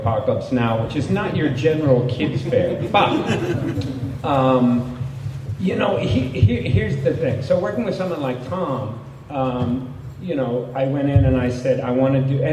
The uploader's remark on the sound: With a report from WonderCon 2023. Audio from the WonderCon panel.